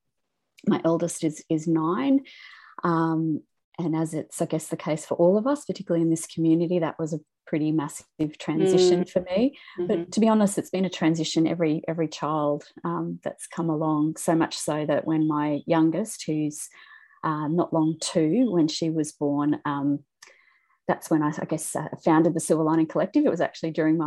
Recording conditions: video call